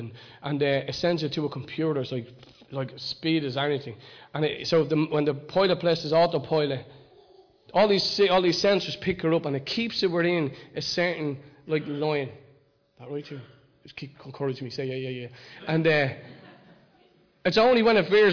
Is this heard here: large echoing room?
yes